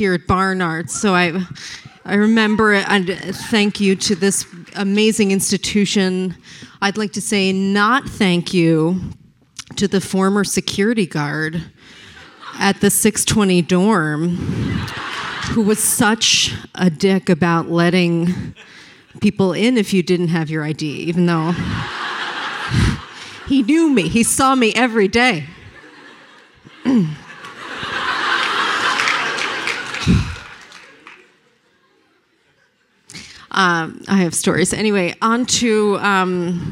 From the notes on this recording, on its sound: At the Athena Film Festival. Presented here are some highlights from the live Q&A that took place on the Athena Film Festival's live feed.